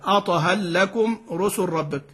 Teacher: اللام تدغم في الراء والراء تدغم في اللام